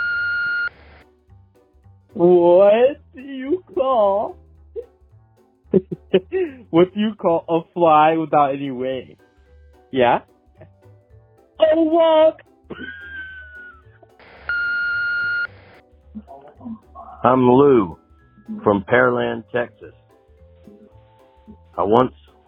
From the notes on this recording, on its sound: I have compiled jokes recorded by our listeners through my voicemail service over the past 2 weeks.